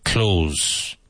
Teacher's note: Some native speakers pronounce the T-H, but the most common thing is close. So it should sound exactly like close the door, close the window.